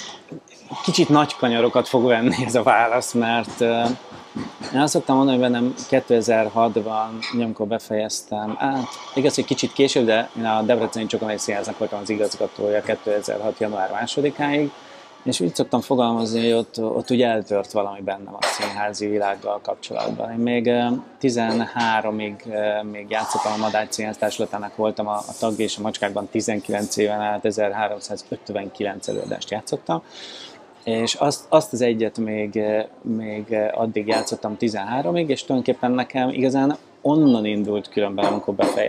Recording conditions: busy venue